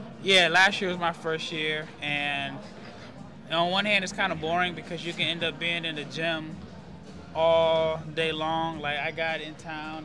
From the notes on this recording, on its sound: Check in live from the Wintrust Arena in Chicago just minutes after the first day of the NBA combine.